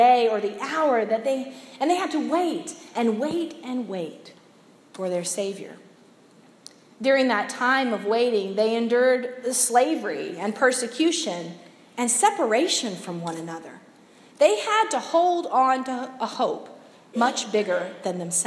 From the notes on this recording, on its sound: preached Sunday December 3, 2017 at Monumental United Methodist in Olde Towne, Portsmouth